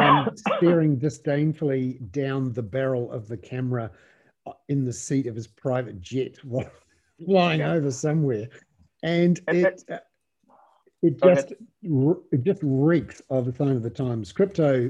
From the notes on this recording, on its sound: with around 30 subscribers on a Zoom webinar